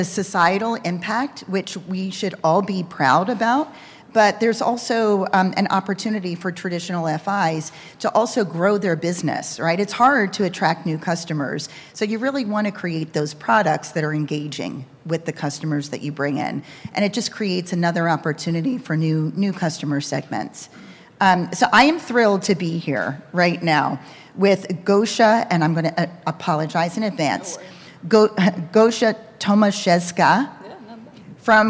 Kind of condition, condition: setting, busy venue